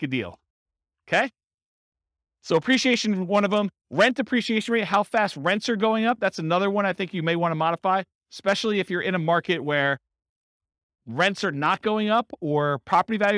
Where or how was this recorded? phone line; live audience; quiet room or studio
live audience